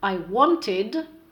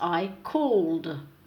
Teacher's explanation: You will notice the id sound at the end of wanted, but the d sound at the end of called.